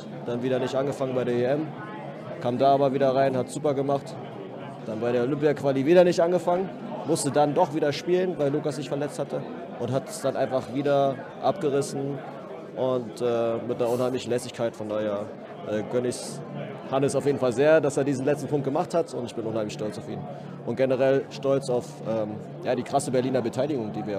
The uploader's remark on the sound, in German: Live von der Saisonauftaktfeier. Hinweis: Hierbei handelt es sich um den Mitschnitt der Liveübertragung auf Twitch.